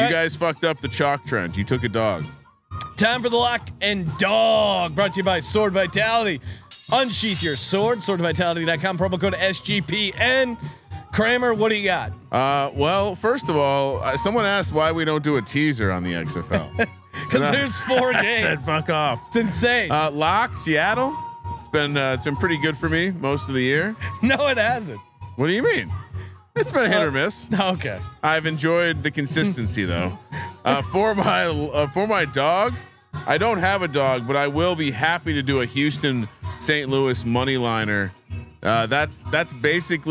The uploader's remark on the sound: They're joined remotely by the host of the XFL Gambling Podcast.